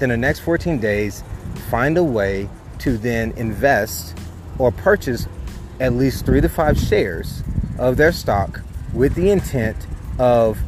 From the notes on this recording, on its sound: I recorded this while outside at a park so pardon the background noises.